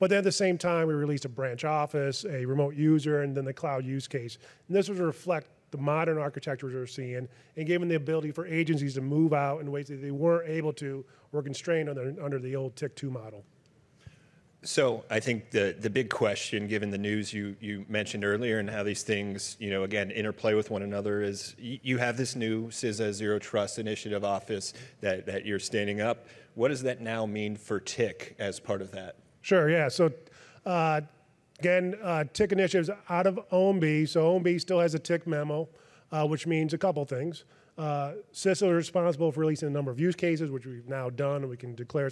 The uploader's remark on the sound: a fireside chat at the Zero Trust Summit